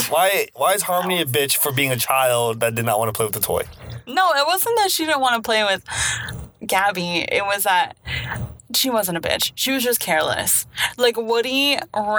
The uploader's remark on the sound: Recorded while driving on the freeway, so there's a ton of feedback in the first half of the episode, but levels out later on.